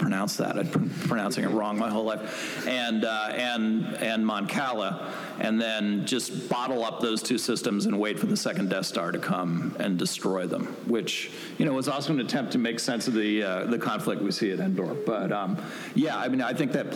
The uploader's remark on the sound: Live panel from SWCO